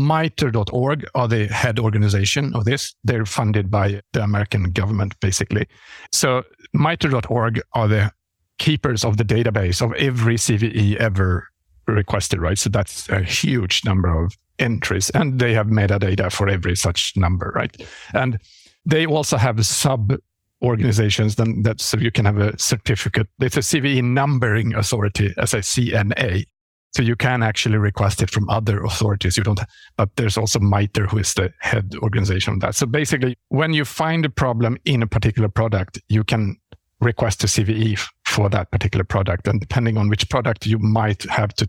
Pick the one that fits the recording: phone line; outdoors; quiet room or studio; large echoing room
quiet room or studio